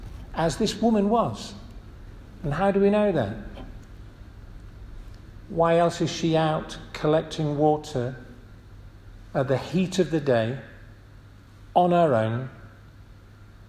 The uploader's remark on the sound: This audio recording was taken from the 1:30 Communion service at St Matthew's Church, Stalling Busk on March 12th, 2023